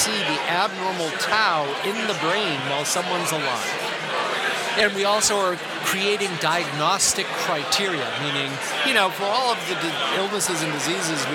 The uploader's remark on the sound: Recorded live at the Concussion Legacy Foundation annual Gala in Boston.